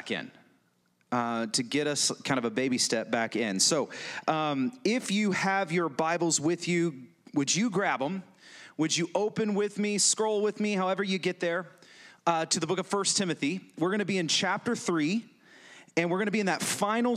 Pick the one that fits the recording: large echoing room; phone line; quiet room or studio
large echoing room